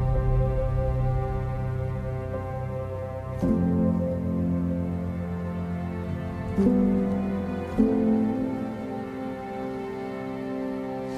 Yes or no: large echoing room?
yes